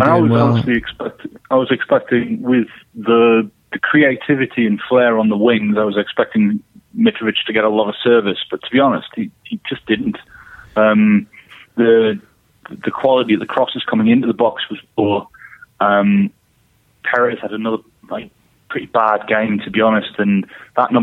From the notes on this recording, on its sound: On the phone.